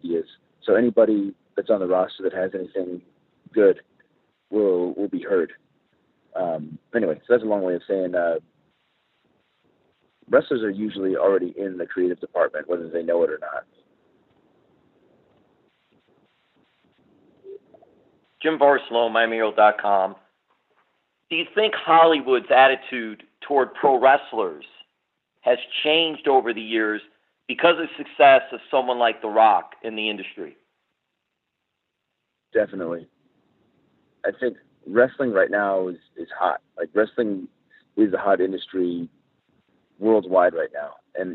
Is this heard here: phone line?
yes